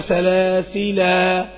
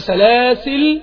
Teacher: كلمة سلاسل وأغلالا وسعيرا عندي في الوصل ما فيش فيه ألف، سلاسل وأغلالا عند الوصل ما فيش ألف، لكن عند الوقف عندي الوجهين من طريق الشاطبية، إما سلاسل وإما سلاسلا، عند الوقف عندي الوجهين من طريق الشاطبية، أثبت الألف أو لا أثبت الألف